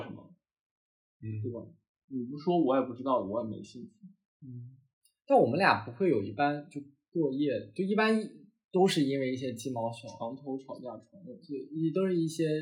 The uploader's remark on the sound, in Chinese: 新手主播第一次录节目，音质略有瑕疵，还请见谅。